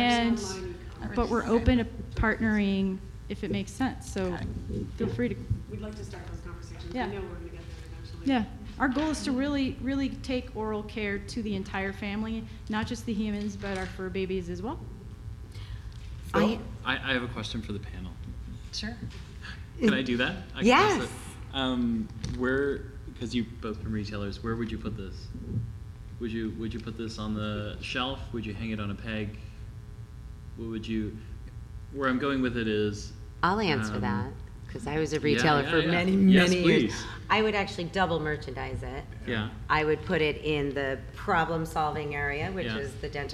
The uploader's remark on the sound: BARK YOUR BIZ Live at Global Pet Expo.